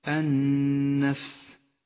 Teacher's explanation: لاحظ اللام التي في أولها لونت بالرمادي لأنها شمسية تكتب ولا تلفظ، وأما حرف النون لون بالأخضر لأنه مشدد يغن بمقدار حركتين، وأما حرف الفاء جاء ساكنا ضعيفا يحتاج إلى همس